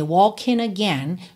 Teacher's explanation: ele juntou walking e again pelo N, walking again, já que o G final não é pronunciado.